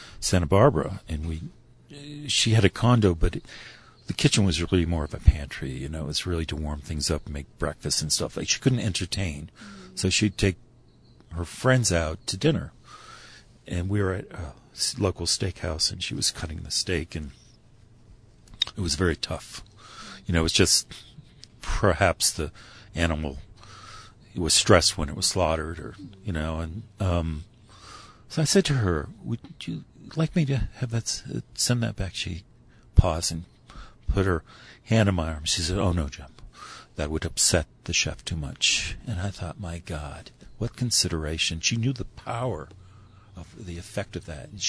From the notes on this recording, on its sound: During the IACP conference in Santa Fe, New Mexico. We sat at a table outside. You will even hear the birds singing in the background.